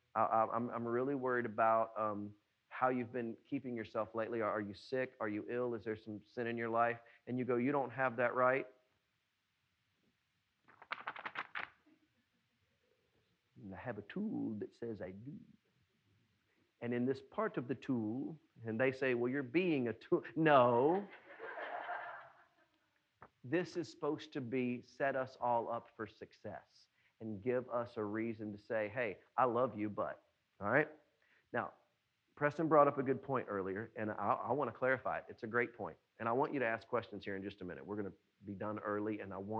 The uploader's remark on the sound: was preached at NBC on Main on July 12, 2020.